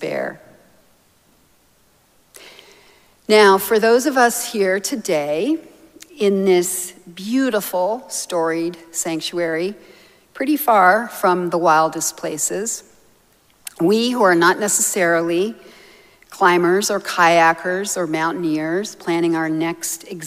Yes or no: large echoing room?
yes